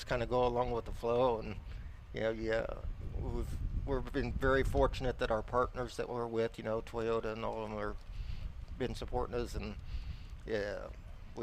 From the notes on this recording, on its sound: live from the Keith Kunz Motorsports Giveback Classic Presented by TRD